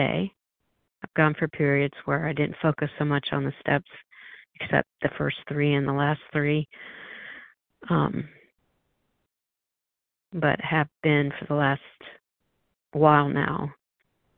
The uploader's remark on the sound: 100 Pounders Phone Meeting